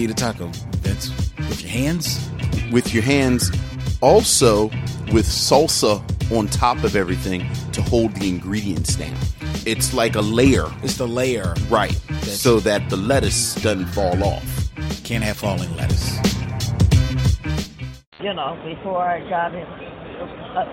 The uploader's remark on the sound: Recorded April 2015 at The Great Philadelphia Comic-Con.